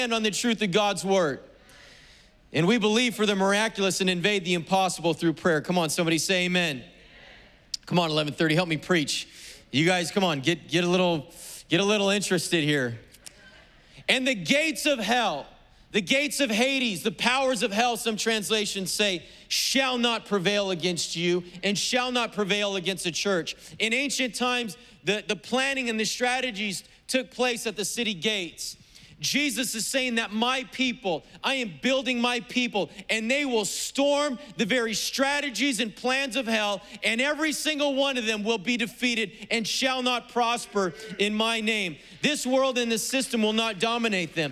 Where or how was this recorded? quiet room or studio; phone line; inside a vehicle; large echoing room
large echoing room